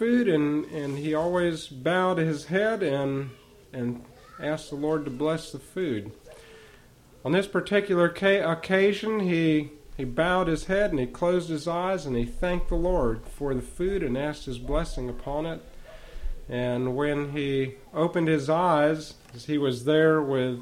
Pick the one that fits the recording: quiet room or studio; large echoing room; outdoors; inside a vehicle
large echoing room